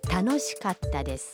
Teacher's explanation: خیال رکھیے کہ کتا کے تلفظ میں کا اور تا کے درمیان ہلکا سا وقفہ ہے